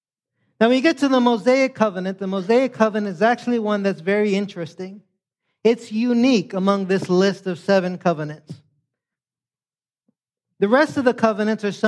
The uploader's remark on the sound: Preached this sermon on Sunday, October 22nd, 2023, at Catalyst Church San Diego.